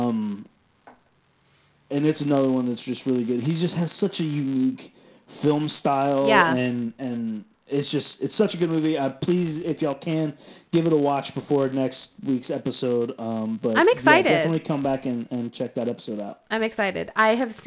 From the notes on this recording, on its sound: We apologize for the sound issues in this episode